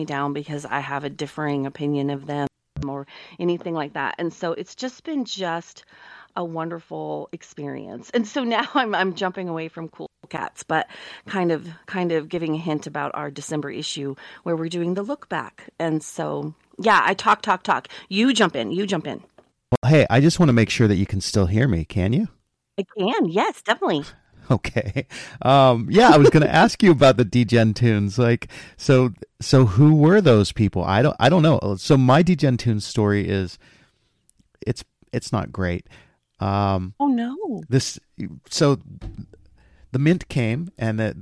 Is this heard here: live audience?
no